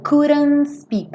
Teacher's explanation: Porque meio, se você já não falou couldn't, se você já comeu o D, então você vai comer o T também, tá? Então, couldn't speak, vai direto do N pro S.